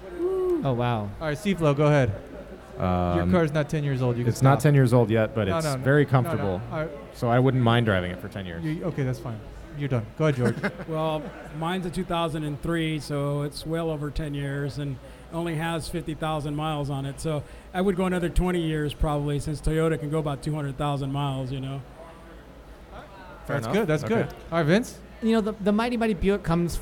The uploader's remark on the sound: Live at Absolution Brewery